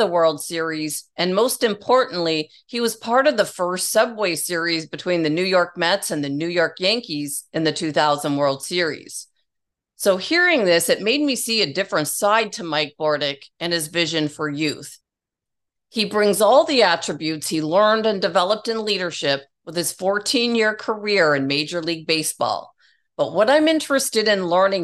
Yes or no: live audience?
no